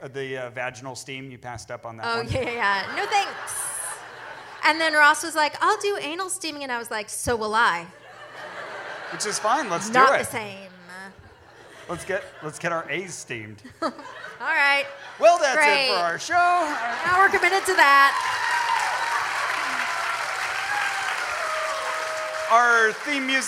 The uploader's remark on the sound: Portland Live Show Edition. Live from the Mission Theater in Portland, Oregon.